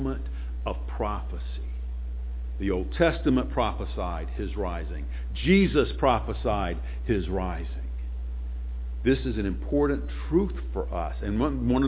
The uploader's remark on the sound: Sunday morning sermon